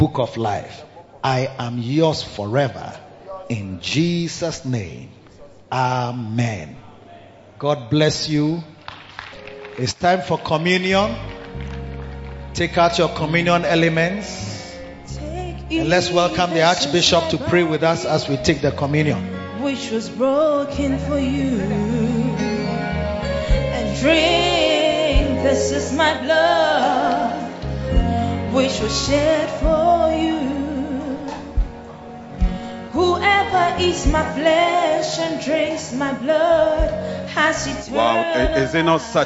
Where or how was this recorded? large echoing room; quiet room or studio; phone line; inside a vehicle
large echoing room